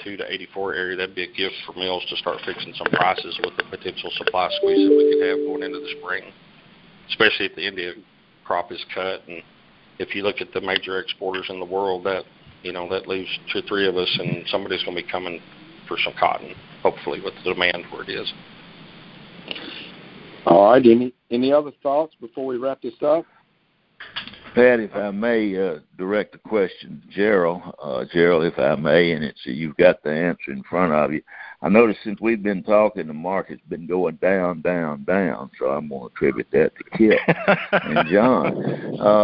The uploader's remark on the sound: August 2018 Monthly Conference Call